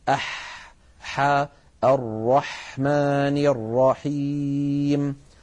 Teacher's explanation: والحاء مستفلة ليست مستعلية، فلا تفخيم فيها، وهي أيضا منفتحة لا إطباق فيها، وليس لها حظ من الصفات التي لا ضد لها.